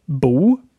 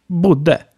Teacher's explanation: Those two D's shorten the vowel. · Shown in: second take · We have bo, but bodde.